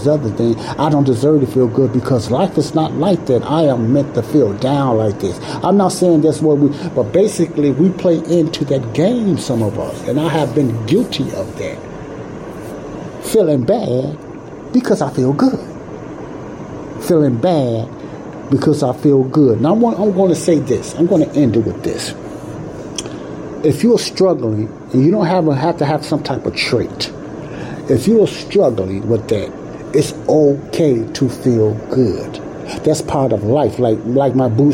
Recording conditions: background noise